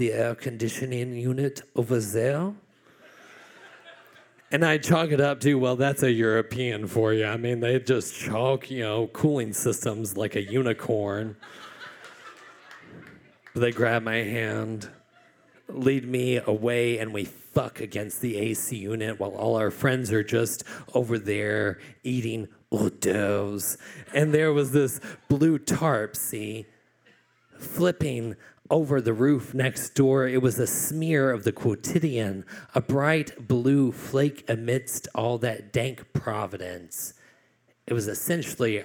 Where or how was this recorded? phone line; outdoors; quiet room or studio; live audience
live audience